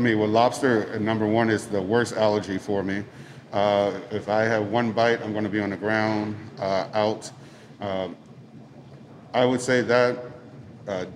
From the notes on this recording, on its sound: We recorded this episode live at Samesa